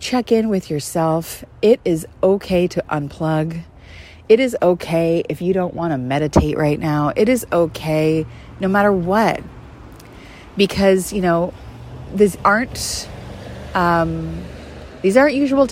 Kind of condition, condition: setting, outdoors